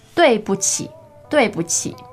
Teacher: Fourth, neutral, and third.